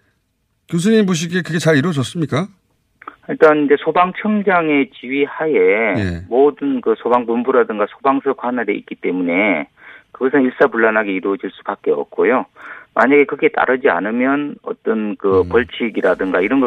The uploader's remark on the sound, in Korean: 전화연결 베네수엘라 주말 시위대 대립 격화?